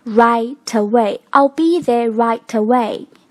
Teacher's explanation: 把这个 t 跟后面的 away 的 a 这个开头做连读 · Can you speak up, please?还有短语 rightaway，rightaway，马上。啊，同样也要做一个连读的处理，变成 rightaway，把这个 t 跟后面的 away 的呃这个开头做连读